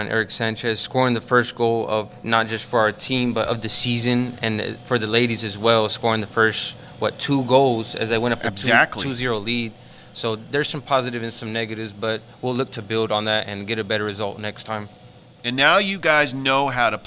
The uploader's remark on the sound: Live from Ivy Park Sports Bar and Grill